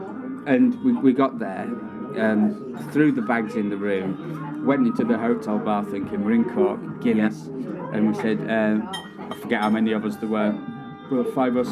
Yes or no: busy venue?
yes